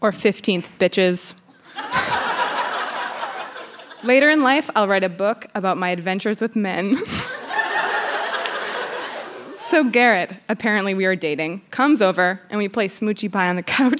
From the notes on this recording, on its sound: Recorded live at the Park Theatre in Winnipeg, MB.